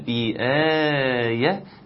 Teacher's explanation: المد البدل بآية لازم تمده عشان تظهر ان في هنا مد